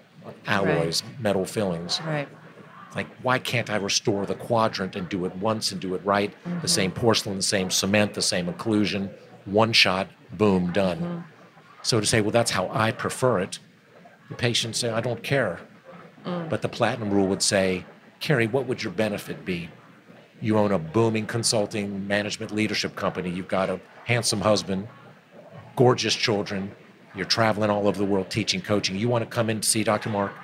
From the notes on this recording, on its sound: We are thrilled to be recording this episode of the Jameson Files live at the American Dental Association’s SmileCon 2022 meeting in Houston, Texas.